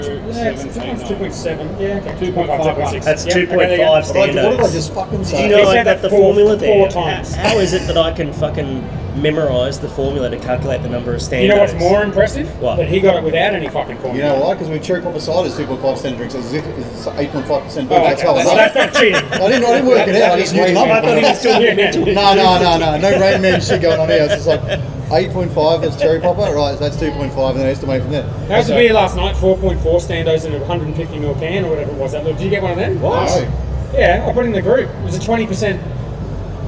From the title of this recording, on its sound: Live from GABS with Big Shed Brewing